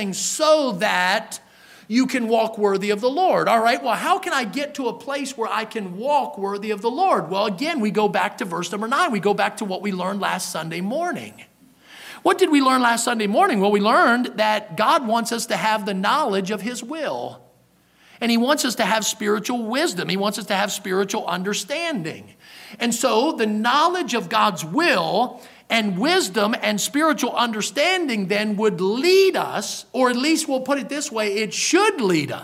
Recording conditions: large echoing room